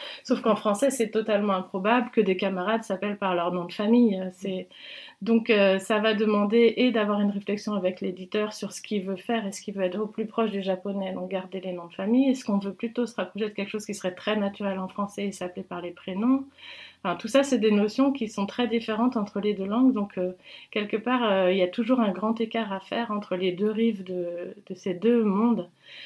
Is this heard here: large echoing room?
no